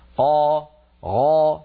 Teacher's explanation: الخاء والغين والقاف هذه الثلاثة مستعلية ولكن ما فيها إطباق، لما نقول خاء ما ليس هناك إطباق، لم ينغلق لم يعني ينحصر الصوت بين قبة الحنك واللسان، قا غا هذه الثلاثة مستعلية ولكن غير مطبقة.